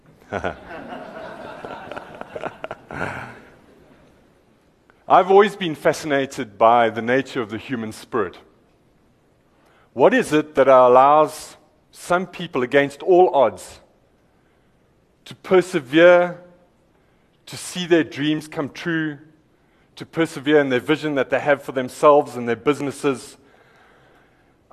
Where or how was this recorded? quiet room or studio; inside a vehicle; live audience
live audience